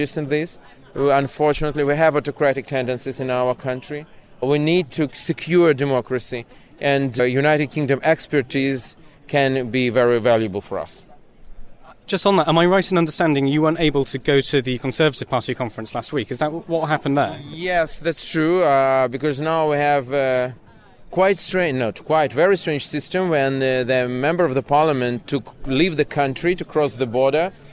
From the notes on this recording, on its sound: we go live to the Labour Party conference in Liverpool